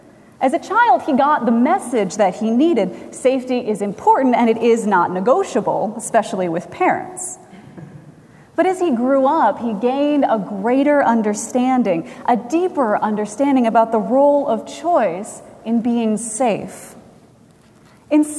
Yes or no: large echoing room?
yes